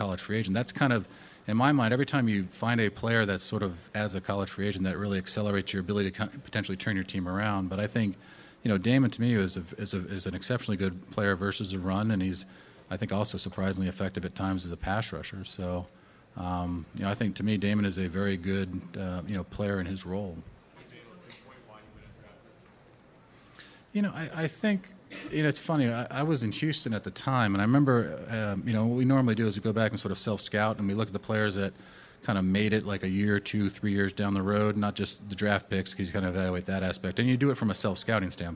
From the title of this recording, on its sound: Combine Press Conference